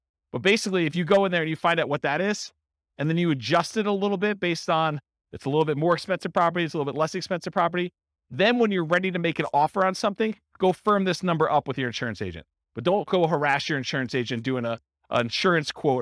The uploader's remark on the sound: This was a live class recorded